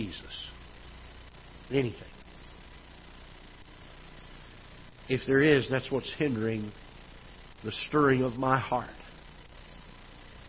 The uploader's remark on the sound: Ketha Heights Baptist Church ~ Live Broadcast